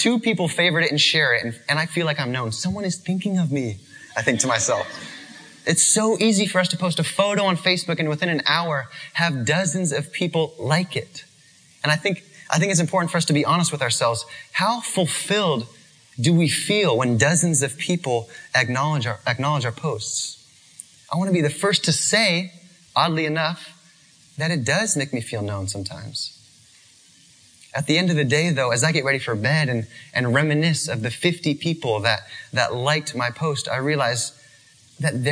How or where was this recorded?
live audience